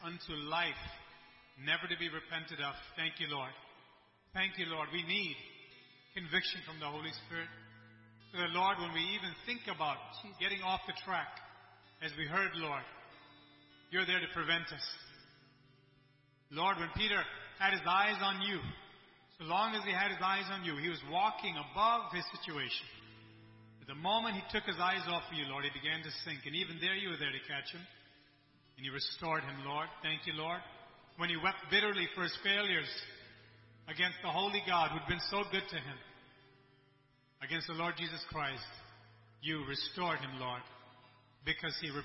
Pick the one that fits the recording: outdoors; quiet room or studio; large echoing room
large echoing room